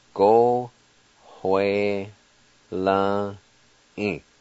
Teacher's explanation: right between the O and W, there's a faint H sound as you pronounce this.